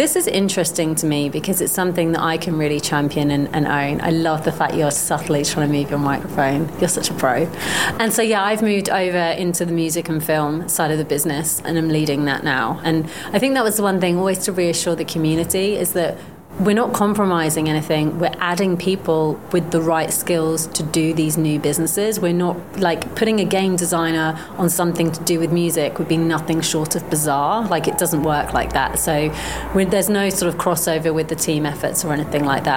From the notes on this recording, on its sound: quick catch-up interview at the Veecon 2023